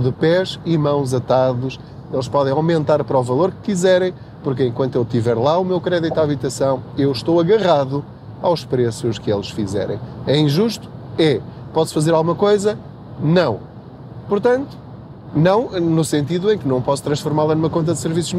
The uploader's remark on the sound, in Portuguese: Não ligue aos barulhos da viagem.